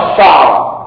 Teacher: الأفصح فيها فتح العين فيقال الشعر وليس بتسكين العين، بفتح الشين والعين.